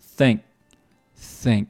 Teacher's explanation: 这个 think 后面的这个 k 也会读成一个半音，读成 think，think，做一个简单的快速的停顿就可以了